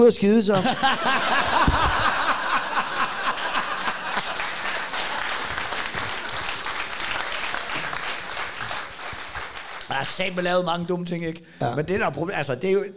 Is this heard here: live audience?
yes